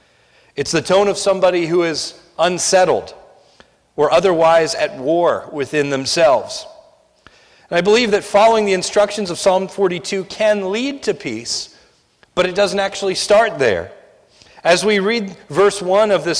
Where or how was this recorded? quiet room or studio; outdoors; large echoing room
large echoing room